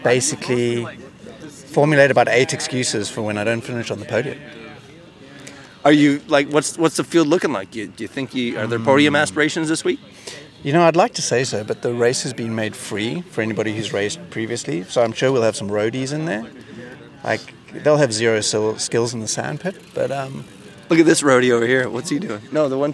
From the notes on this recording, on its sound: Live from O-Cup #3, Baseball Cross.